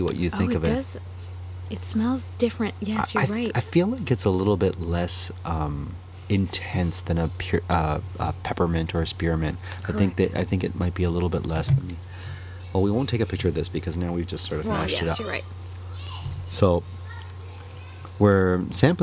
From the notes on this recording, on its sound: We are back outside and recorded this episode in the backyard, with sounds of the neighbourhood all around them.